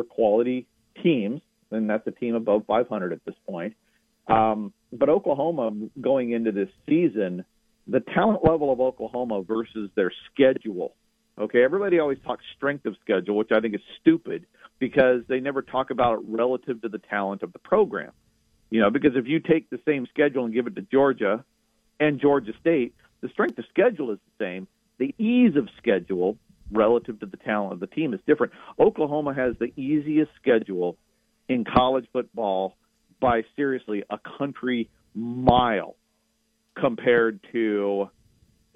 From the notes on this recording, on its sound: Joins the show on the Farm Bureau guest line. Live in the BankPlus Studio.